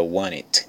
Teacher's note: Daí, rapidinho fica want it. Esse T do want é quase que praticamente omitido.